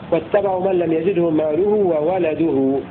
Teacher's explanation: وقرأ الباقون بفتح الواو واللام